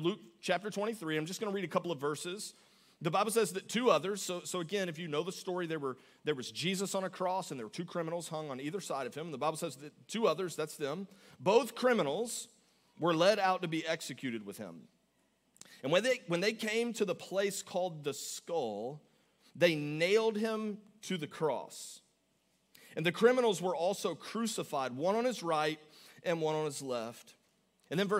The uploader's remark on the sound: Augustine, Florida. Recorded live on February 18, 2024 at Church On The Rock.